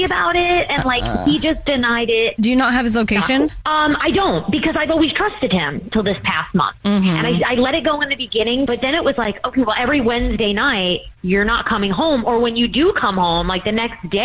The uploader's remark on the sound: There is a girl on the phone who thinks her boyfriend is cheating. There is a woman on the phone.